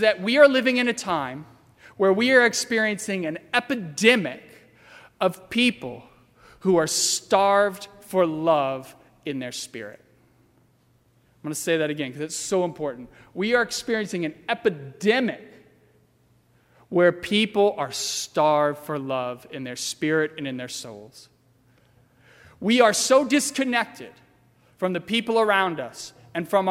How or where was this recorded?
large echoing room